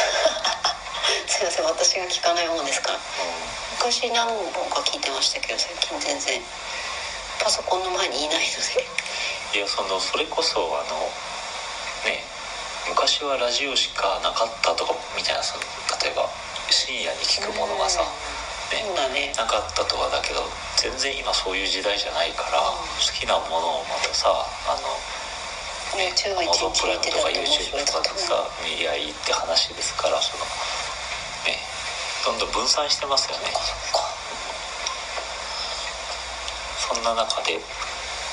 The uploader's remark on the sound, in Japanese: 音質悪。初回にしてトラブルで音質が最高に悪いです。From Radiotalk。